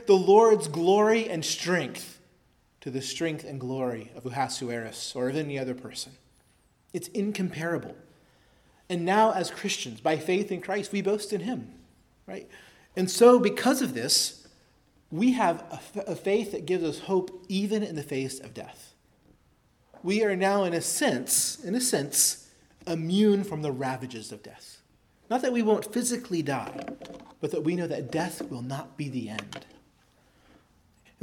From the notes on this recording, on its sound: preached at Christ Our Savior Baptist Church on Sunday, October 8, 2023